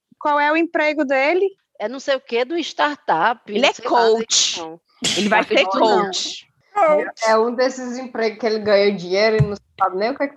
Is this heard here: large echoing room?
no